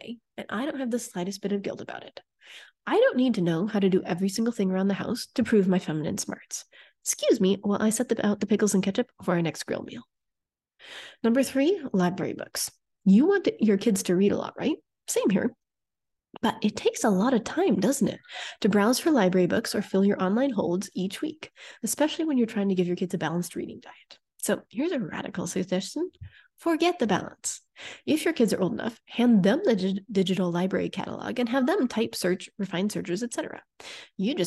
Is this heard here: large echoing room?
no